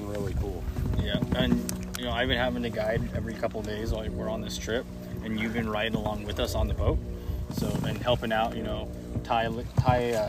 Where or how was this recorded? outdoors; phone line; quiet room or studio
outdoors